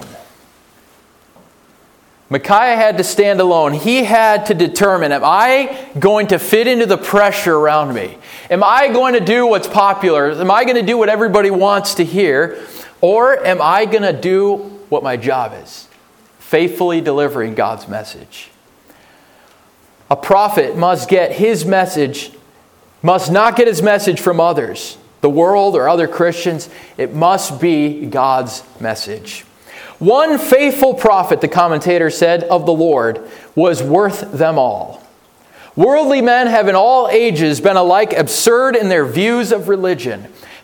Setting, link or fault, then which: setting, large echoing room